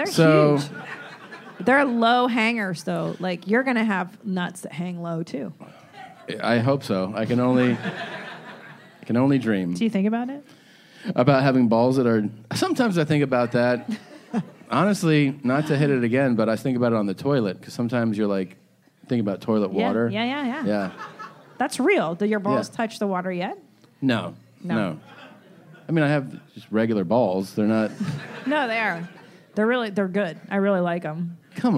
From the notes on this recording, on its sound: LIVE From West Palm Beacb. This live episode. It was after all recorded in Breast Balls Beach, Florida.